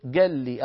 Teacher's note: فندغم نسكن اللام الأولى وندغم اللام في اللام فيصير النطق بلام واحدة مشددة · Term: الإدغام